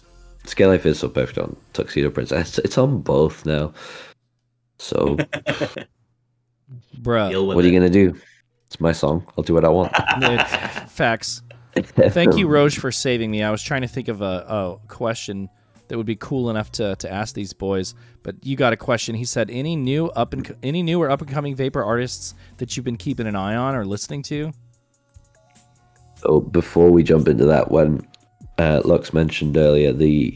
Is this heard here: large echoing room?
no